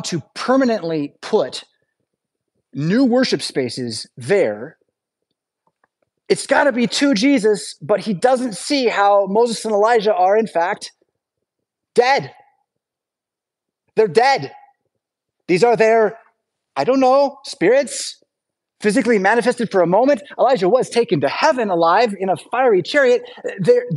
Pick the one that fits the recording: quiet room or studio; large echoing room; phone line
large echoing room